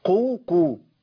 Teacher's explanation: امكن لاقصى اللسان، اخر اللسان خالص امكن له يلتصق بسقف الحنك عند نطق بالقاف. لو اتزحزح لساني شويه هجيب كاف.